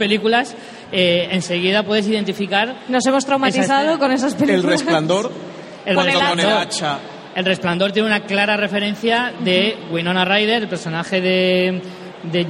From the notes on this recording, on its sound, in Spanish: En directo desde VGCómic